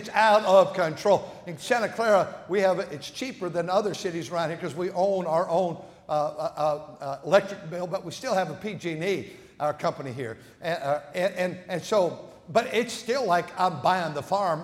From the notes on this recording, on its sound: at North Valley Baptist Church in Santa Clara, California, during the Sunday Morning service on January 14, 2024.